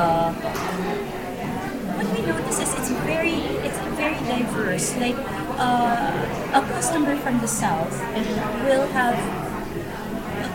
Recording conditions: background noise